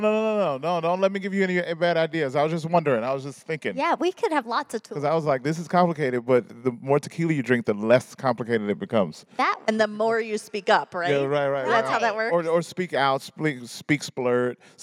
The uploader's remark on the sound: In this special live recording. In this recording from our live event.